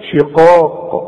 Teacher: ممكن تقول فانما هم في شقاق، اقول لك ده غلط، فانما هم في شقاق، في مرققه، شقاق القاف من اعلى حروف التفخيم اللي بعدها الف، شقاق، وهي مكسوره شقاق، لكن عند الوقف ايه هنقلقل، هنسكن ونقلقل، في شقاق.